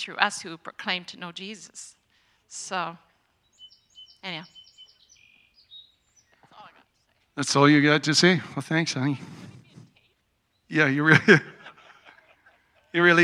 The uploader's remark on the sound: Today's gathering marks our first Outdoor Service and audio recording from high atop the Knutsford Hills. A small group of people from among our Vineyard family and friends gathered to share in worship, teaching and prayer.